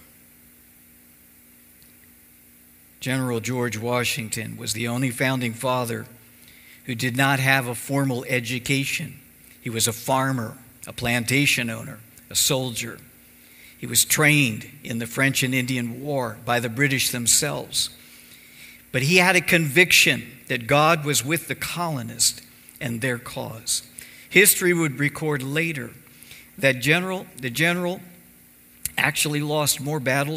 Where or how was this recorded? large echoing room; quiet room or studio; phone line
large echoing room